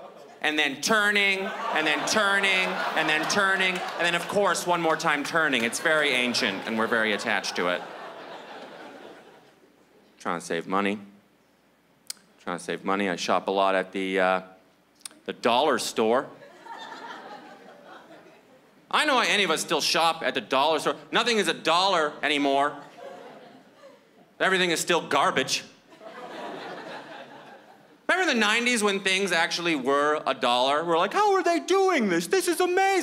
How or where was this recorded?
live audience